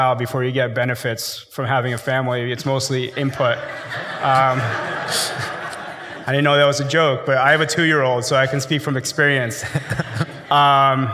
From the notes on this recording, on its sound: IVY hosted a live conversation